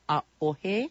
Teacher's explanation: So pronounce it A'ohe. There's a break that's brought on by that Okina or glottal stop between the A and the O